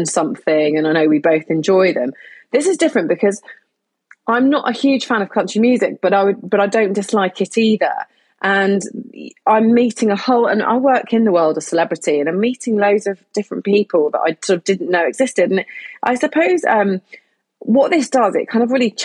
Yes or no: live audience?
no